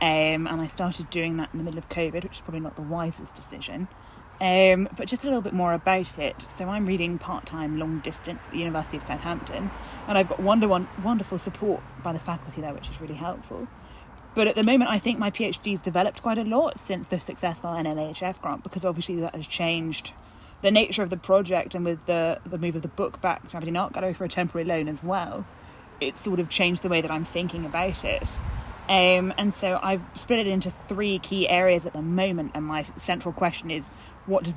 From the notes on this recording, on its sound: which was recorded ‘in the field’ at the dig site